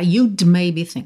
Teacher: Você deve ter reparado que você não escutou esse D, né, do you'd maybe think, né?